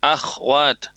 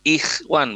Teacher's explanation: Huruf kho dan huruf ghain pada saat sukun, apabila sebelumnya diawali huruf darokat fathah dan domah, dia dilafazkan tebal. Tetapi pada saat dia didahului huruf yang berarokat kasroh, maka huruf kho dan ghain yang sukun tadi itu dilafazkan tipis · Shown in: second take